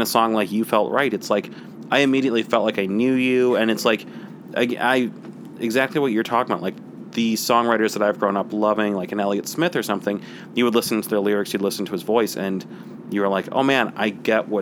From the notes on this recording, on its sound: In an interview recorded on her tour bus outside of Lincoln Hall